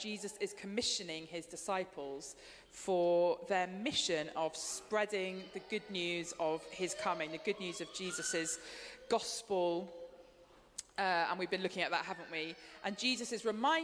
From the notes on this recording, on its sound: Streamed live at St Paul's Shadwell on Sunday, 2 July 2023.